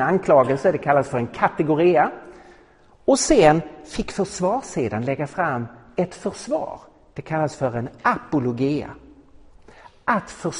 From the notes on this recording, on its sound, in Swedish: Inspelad i på Apologiakonferensen i Betlehemskyrkan i Stockholm 2017-03-31